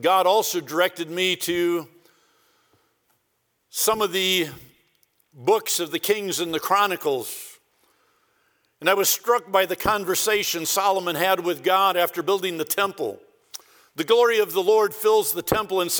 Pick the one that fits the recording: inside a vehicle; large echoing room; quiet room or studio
large echoing room